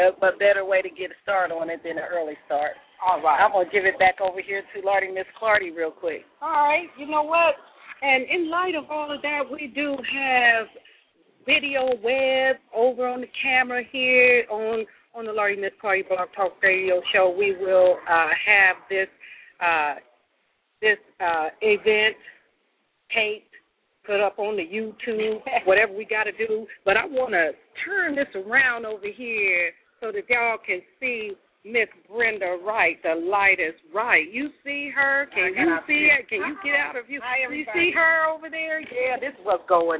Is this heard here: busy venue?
yes